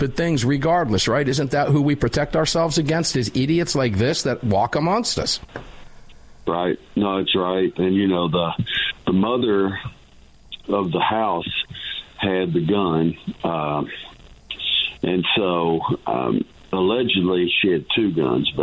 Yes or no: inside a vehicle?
no